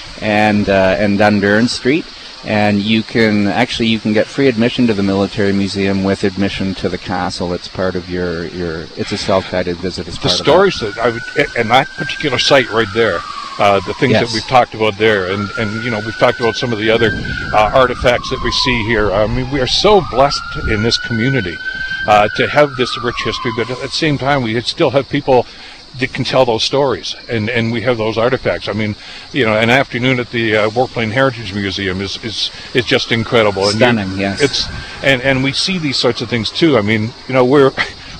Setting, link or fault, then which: setting, outdoors